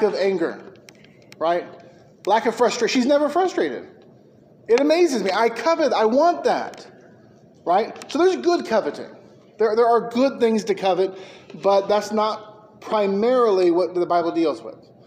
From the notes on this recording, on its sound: Preached at McKee Road Baptist Church.